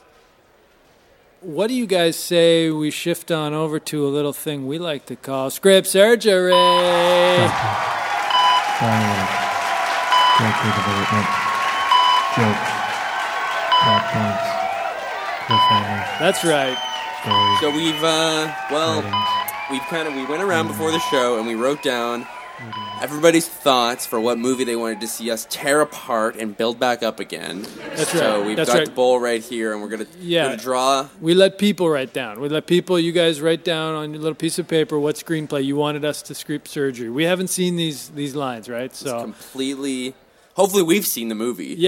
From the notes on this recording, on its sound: Press Releases (Live). Thanks to all who came out and actively participated in the recording through the many questions and positive feedback you gave us when the microphones were not recording. Took loglines from the audience for a live, spontaneous and exciting Logline Cage Match session.